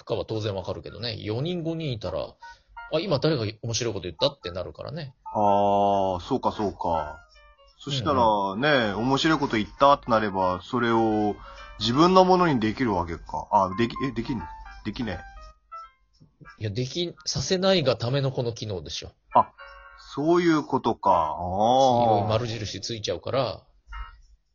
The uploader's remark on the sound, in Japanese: From Radiotalk。リモート初収録！